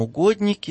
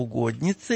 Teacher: И угодники, целительни, кто там угодники, да, превращаются в угодницы, когда мы обращаемся к этим святым в звательном падеже и после «и» заднеязычный «к» превращается в переднеязычный свистящий «ц». Это фонетика, а вовсе не грамматическая категория рода. · Term: чередование согласных